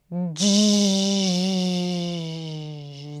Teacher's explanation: you take the voiced stop sound, d, and then you release it gradually to the fricative, j. This is the voiced, okay?